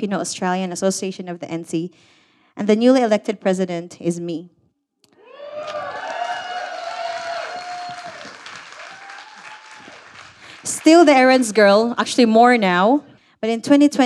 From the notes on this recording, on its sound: A collection of stories recorded live at SPUN Turning 50 at Brown's Mart 2022.